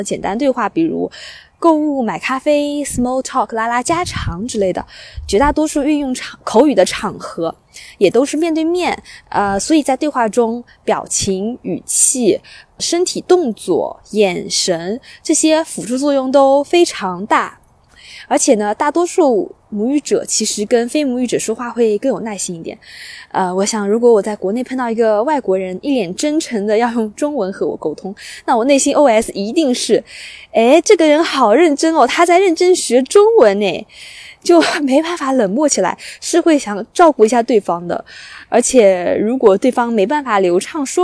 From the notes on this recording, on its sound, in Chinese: 我在湖边跑步，忽然来了兴致，于是在户外完成了播客录制。你将听到风声、鸟鸣、交通噪音、比较快的语速。